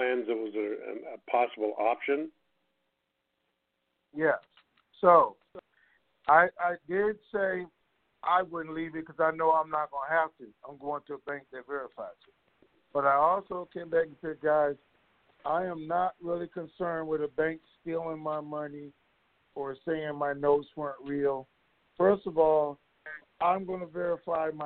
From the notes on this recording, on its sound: TNTSuperfantastic Conference Call